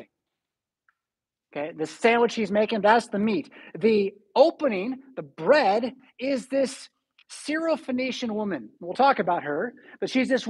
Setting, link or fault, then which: setting, large echoing room